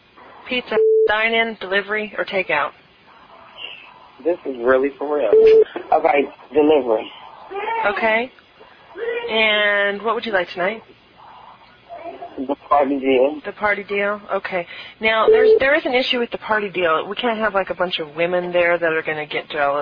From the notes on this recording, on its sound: …'s Personal Prank Phone Calls Collection.